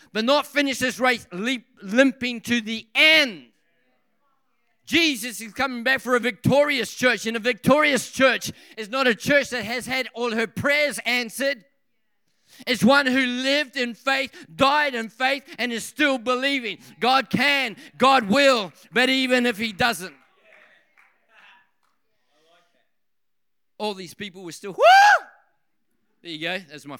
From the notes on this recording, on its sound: This message was recorded on 06/10/2023 during the 7pm Friday service.